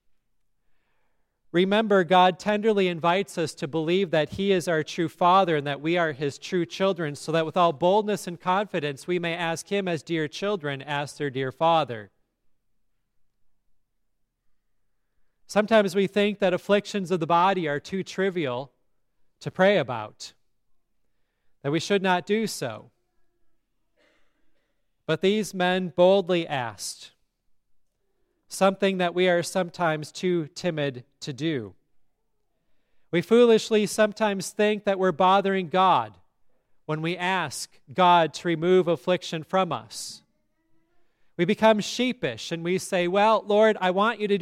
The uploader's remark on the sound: Listen to today's sermon at Grace Lutheran Church in Lexington, MO.